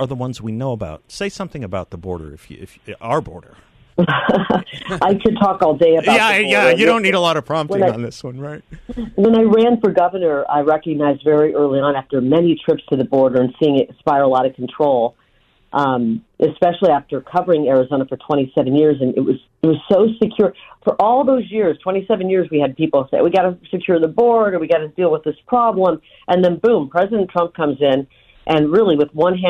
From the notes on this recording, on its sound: joins the show by phone